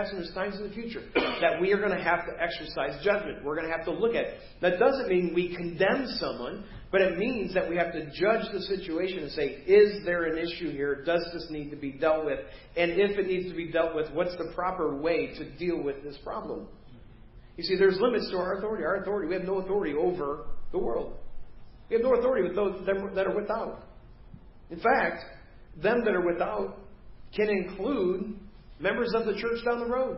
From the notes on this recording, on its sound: Preached at First Baptist Church of Hazel Park